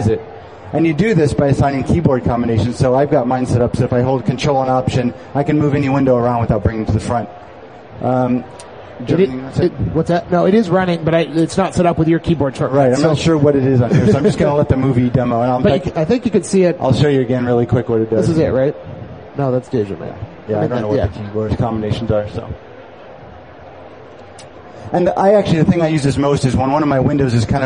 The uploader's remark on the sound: live at Macworld Expo 2007